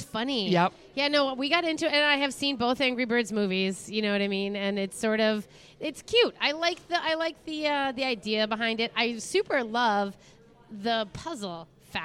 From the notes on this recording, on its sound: Live from Angry Birds Universe at the Minnesota State Fair. Take a stroll through the new Angry Birds Universe exhibit in the North End and visit the Dirt Stage in the Ag Hort building.